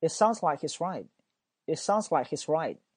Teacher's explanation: right 这个 t 呢，我是没有发音的啊